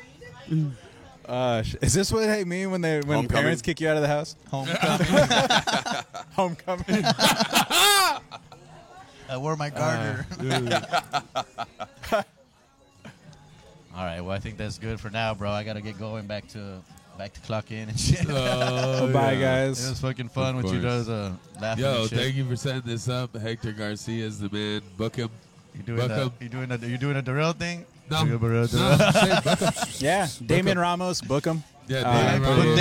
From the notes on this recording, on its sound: At the Woodshed (RIP). Before the show/mic I go live on location with a podcast barrage of local comics across the Valley of the Sun AND BEYOND (when I do road gigs!).